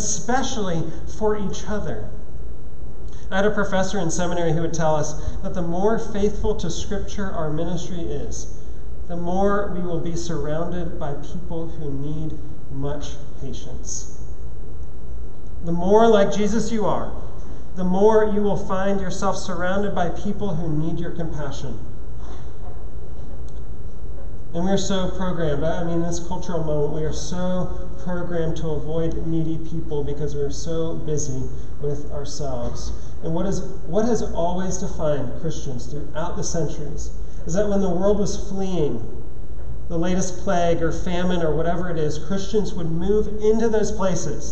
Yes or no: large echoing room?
yes